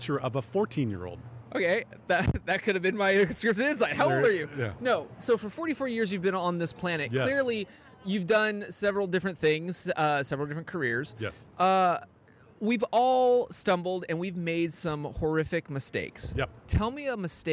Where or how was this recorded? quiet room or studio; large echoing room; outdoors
outdoors